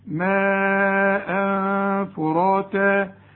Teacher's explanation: فخم الراء ورقى التاء